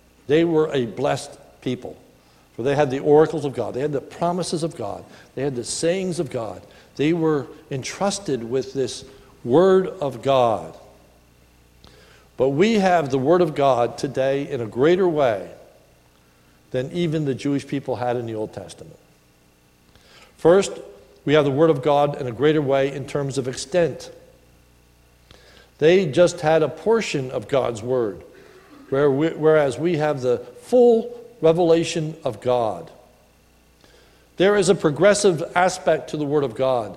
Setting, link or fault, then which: setting, large echoing room